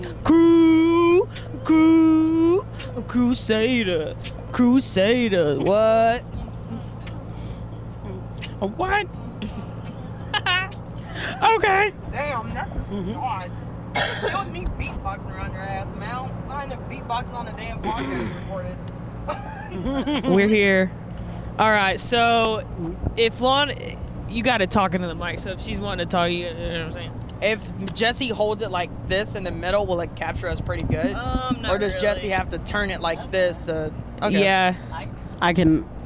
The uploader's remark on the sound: Mic'd up our car convo on our drive down to San Antonio this past August as we embarked on our 2023 Mini Tour!